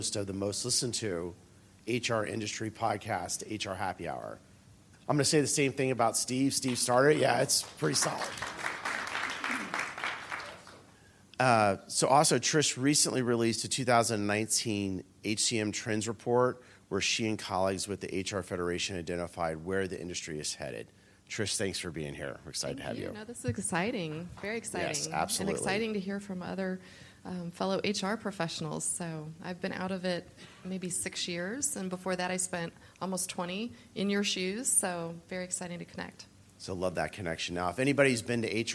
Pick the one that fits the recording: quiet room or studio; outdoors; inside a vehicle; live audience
live audience